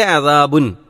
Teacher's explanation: ആ തൻവീനിലെ ഉച്ചാരണത്തിൽ വരുന്ന സുക്കൂനുള്ള നൂനിനെ അദാബുൻ എന്ന് വ്യക്തമാക്കി തന്നെ പറയണം